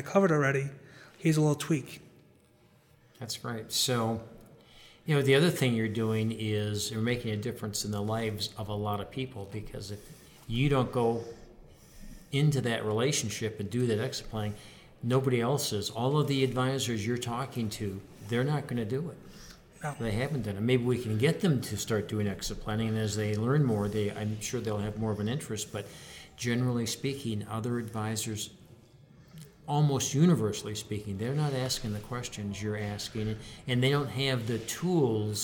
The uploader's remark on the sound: at the 2019 BEI National Conference